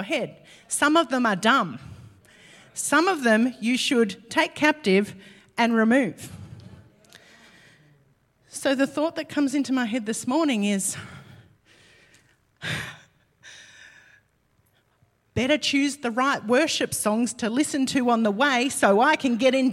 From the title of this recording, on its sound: LIVE at Echo Church